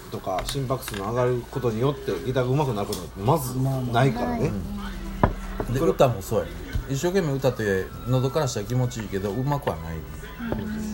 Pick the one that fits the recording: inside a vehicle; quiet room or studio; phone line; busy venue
busy venue